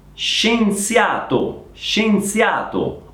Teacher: occhio sempre alla Z, sorda.